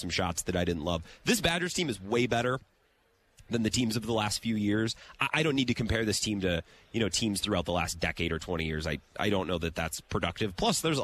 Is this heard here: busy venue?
yes